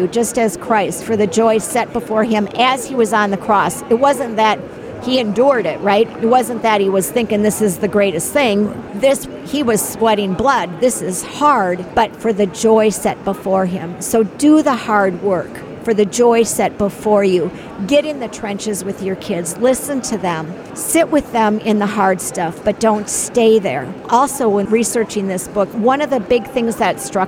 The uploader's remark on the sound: This show was recorded from the 2023 National Religious Broadcasters Convention in Orlando, Florida.